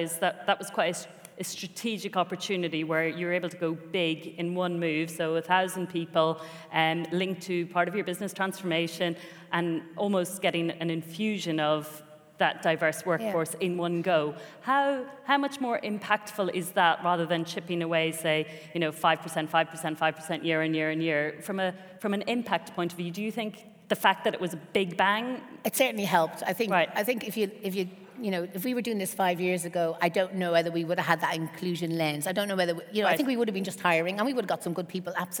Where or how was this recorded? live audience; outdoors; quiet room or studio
live audience